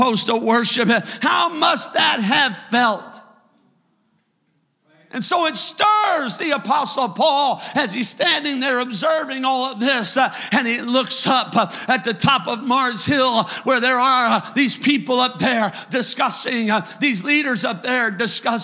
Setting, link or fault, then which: setting, large echoing room